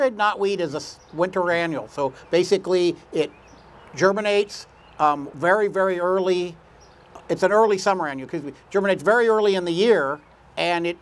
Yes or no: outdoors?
yes